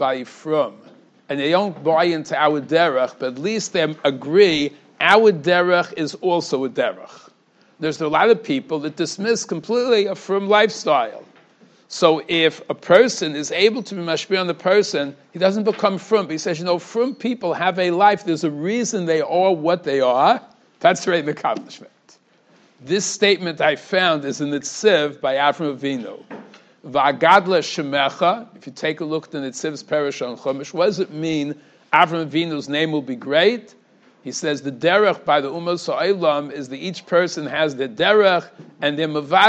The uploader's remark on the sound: Shiur recorded in Yeshivas Ohr Reuven, Monsey, NY.